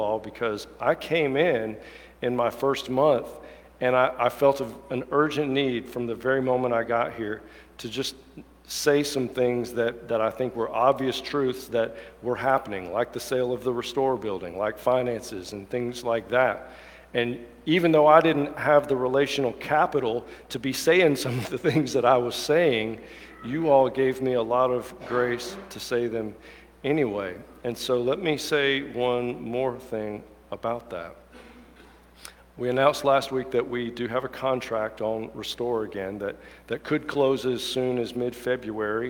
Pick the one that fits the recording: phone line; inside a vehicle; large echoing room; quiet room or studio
large echoing room